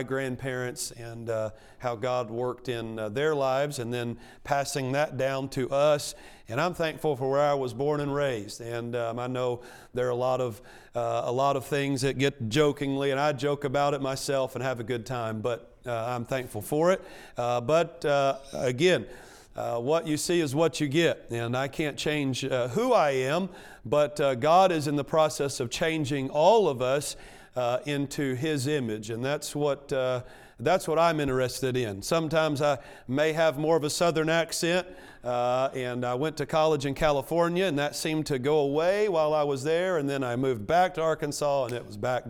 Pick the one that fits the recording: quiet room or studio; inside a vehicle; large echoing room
large echoing room